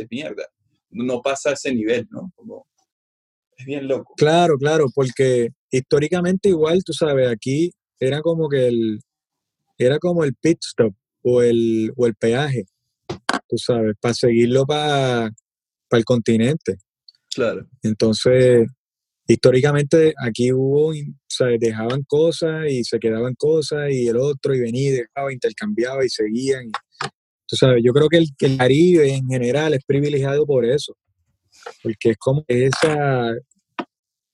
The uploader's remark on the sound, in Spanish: nos conectamos vía zoom